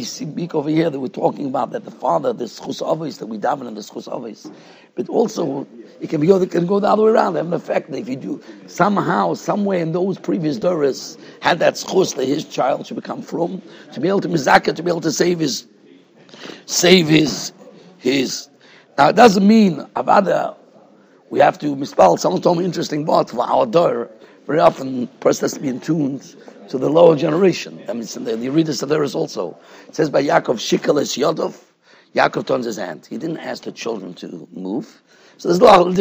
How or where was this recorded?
large echoing room